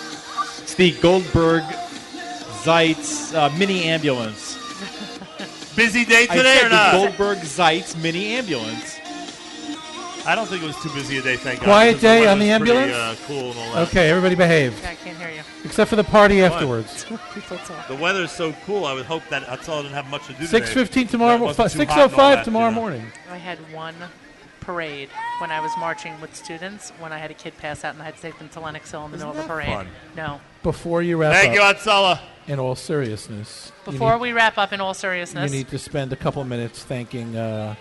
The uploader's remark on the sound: LIVE from NYC